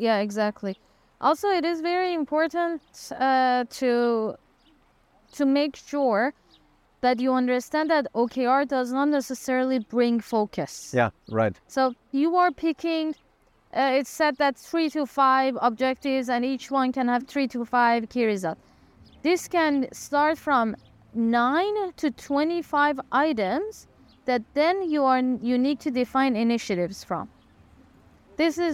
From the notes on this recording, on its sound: We recorded outdoor and let AI improve our recording. In the end, you will get a nice sound effect when we disable the filter for your reference.